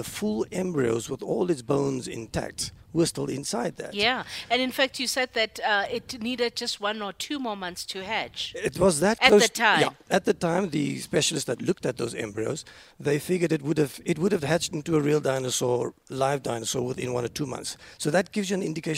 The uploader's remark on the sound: We are coming to you live from the Golden Gate Highlands National Park.